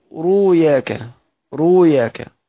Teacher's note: كلمة رؤيا ورؤياك، أنا هبدأ لما أجي أبدل الهمزة هبدلها إيه؟ لما أجي أبدل الهمزة هبدلها واو